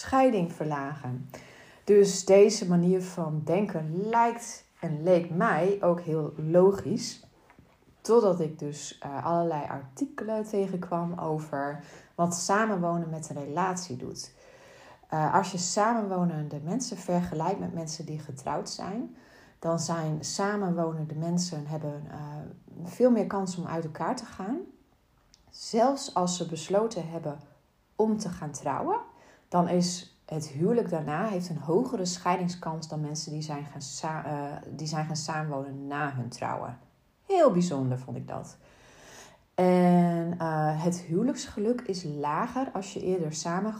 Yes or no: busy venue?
no